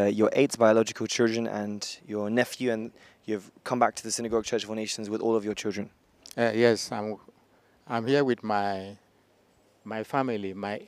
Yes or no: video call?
no